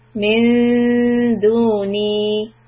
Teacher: tip of the tongue right behind the front teeth, so it's flat and in position for dal.